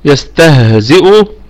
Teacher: يستهزئ، الكلمة كلها مرققة، والسين فيها الرخاوة وفيها الهمس وفيها الصفير